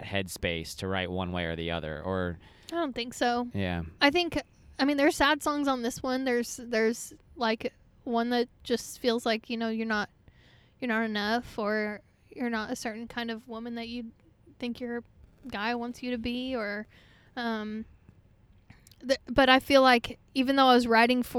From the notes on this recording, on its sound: in her car backstage after her set at the wonderful Orange Blossom Revue Festival in Lake Wales, FL